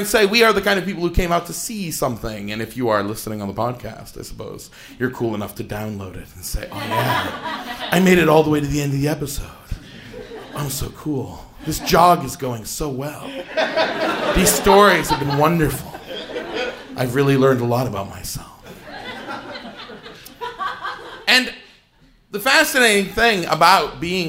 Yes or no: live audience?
yes